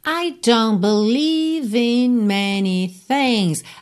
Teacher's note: repara que você não ouve o T de don't